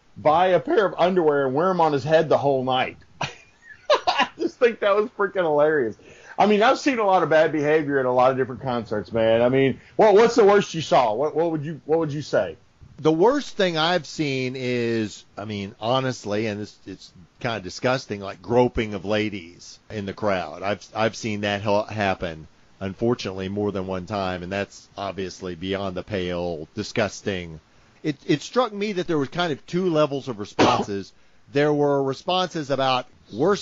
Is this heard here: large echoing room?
no